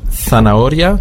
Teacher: Das Z wird ausgesprochen auf dem Festland wie ein TH, zanahoria, die Möhre, beziehungsweise zanahoria hier auf den Kanaren und in ganz Südamerika.